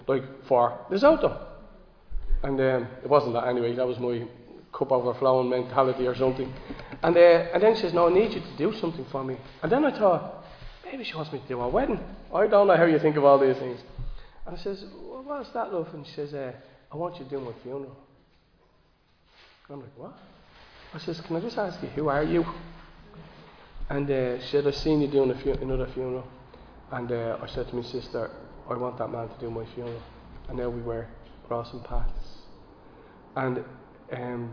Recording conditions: large echoing room